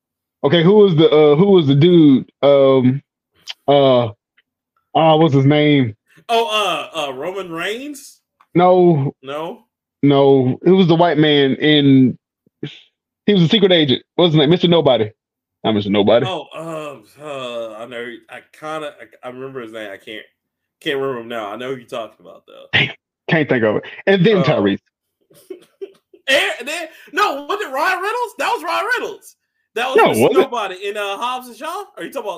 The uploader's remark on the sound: Apologies for the audio guys and gals we didnt realize until the end that we used the wrong mic